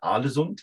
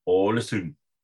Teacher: Und das U wird wie ein Ü ausgesprochen und das D am Ende wird nicht gesprochen. · Shown in: second take · Das heißt, der Deutsche sagt Ålesund, aber korrekt heißt es Ålesund.